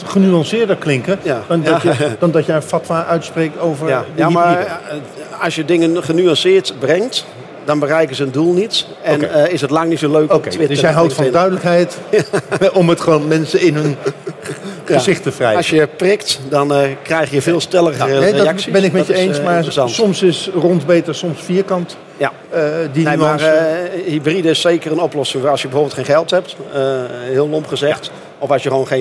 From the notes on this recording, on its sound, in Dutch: opgenomen op de VSK